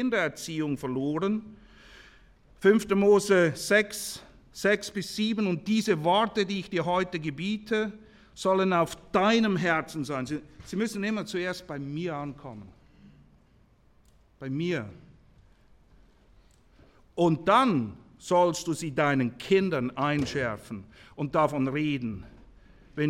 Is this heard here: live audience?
yes